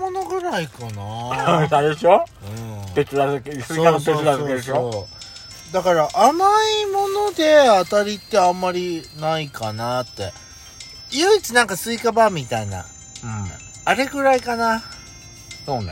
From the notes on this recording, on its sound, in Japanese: パーキング収録